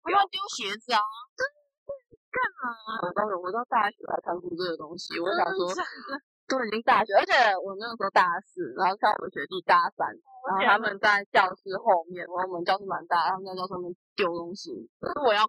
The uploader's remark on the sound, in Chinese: 因為在室外錄音，聲音有點爆，建議開小聲一點